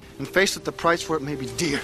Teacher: He can't make up his mind whether to leave the R's in or take them out.